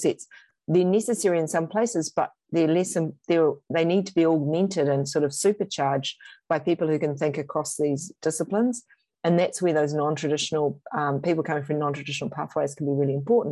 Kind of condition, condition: link, video call